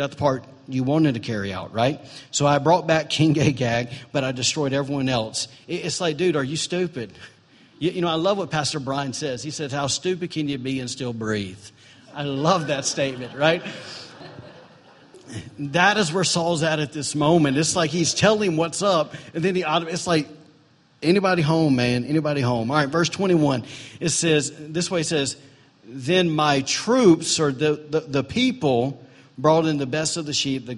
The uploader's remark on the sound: was recorded on September 24, 2017, during Sunday morning service at Celebration Life Family Church.